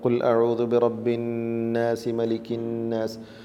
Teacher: ഷദ്ദുള്ള നൂനിൽ ഉന്നത്ത് വുജൂബാണ്, നിർബന്ധമാണ്.